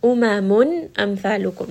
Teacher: Umamun, here this is idhar because the noon sound, the noon sakin or the tanween is followed by the letter hamza, which is a throat letter